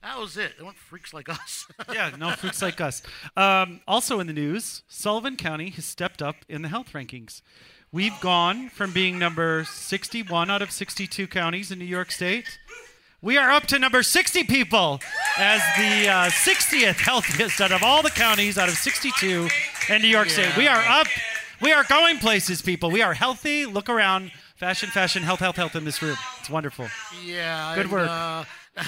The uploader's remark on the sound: LIVE AT THE BARRYVILLE OASIS! Recorded live in front of friends and fans beneath the camel at the fabulous Barryville Oasis!